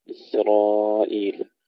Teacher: تسكين السين جيدا بدون قلقلة مع ترقيقها ثم تفخيم الراء